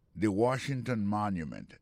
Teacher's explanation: le mot Washington, l'accent tombé sur le premier syllabe